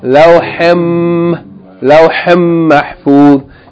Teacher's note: So lawhin, the noon is not pronounced. Rather, the noon in lawhin is merged into the meme of mahfuz. So instead of saying lawhin, we're going to say lawhim mahfuz. · Now here, I just want to note that the letter lawhin, yani when it's followed by the word mahfuz, because there's a special rule called idgham in Arabic, especially in recitation of the Quran. So lawhin, the noon is not pronounced. Rather, the noon in lawhin is merged into the meme of mahfuz.